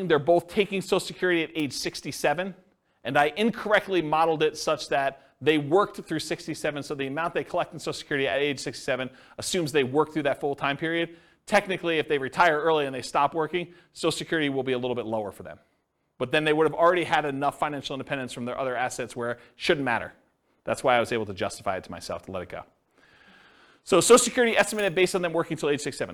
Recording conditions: live audience